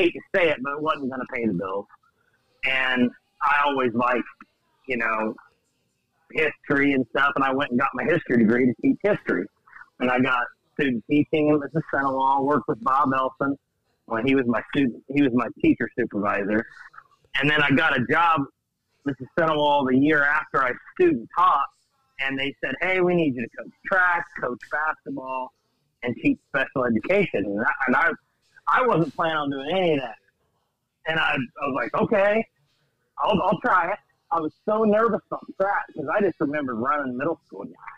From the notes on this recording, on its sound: caught his breath long enough to give us a call in the garage